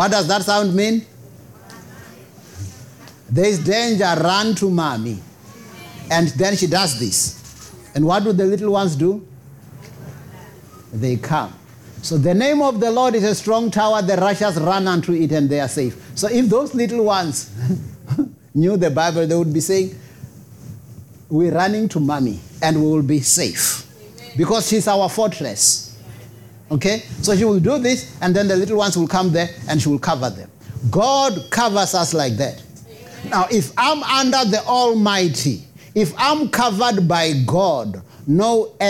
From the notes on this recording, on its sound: preached at Jesus the Saviour Church, 185 Bobs Way, Eersterivier, Cape Town on 14 May 2023